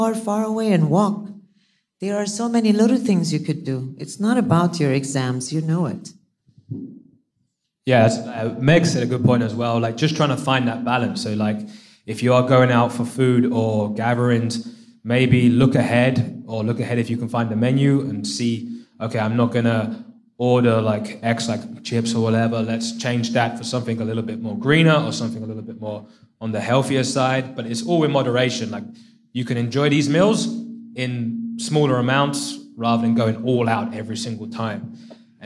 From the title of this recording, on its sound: Live From AUK! Q&A With The Students!